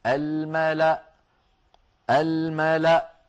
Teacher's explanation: فتوصل هذه الكلمة الملأ إني، ويوقف عليها بهمزة ساكنة الملأ الملأ هكذا، ولا تنطق الواو التي هي كرسي للهمزة، ولا تنطق الألف التي بعدها.